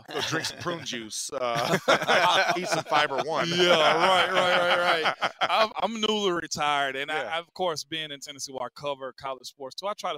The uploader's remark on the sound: The Drive LIVE from the NFL Combine